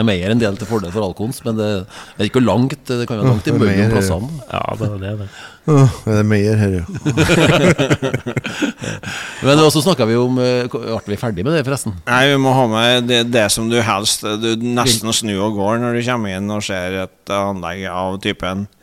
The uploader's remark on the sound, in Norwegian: Denne Artipodden er innspilt backstage i Meråker.